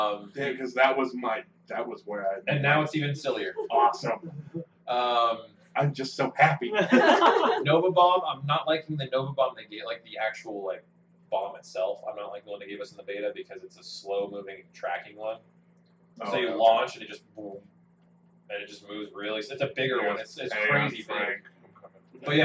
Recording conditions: poor sound quality